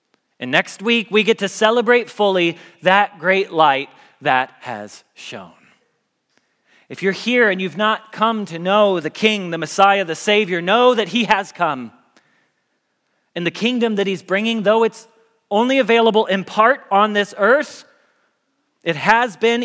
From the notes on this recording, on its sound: Message Preached at Valley Creek Church